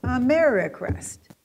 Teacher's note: the W and R difference is lodged in a syllable bearing secondary stress